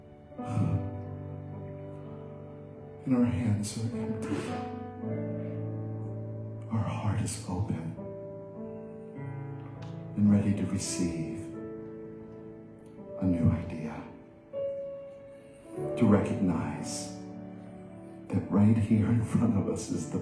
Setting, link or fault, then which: setting, large echoing room